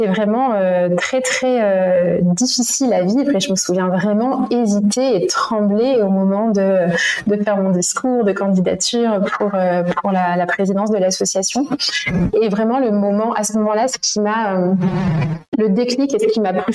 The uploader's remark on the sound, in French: Mon tout 1er épisode avec une invitée enregistré à distance. Je ne suis pas parvenue à gommer l'ensemble des petits bruits parasites.